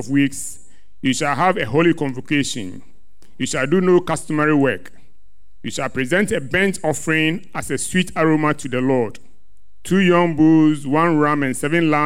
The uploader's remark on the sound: Sermon preached at CBC Shiashie Campus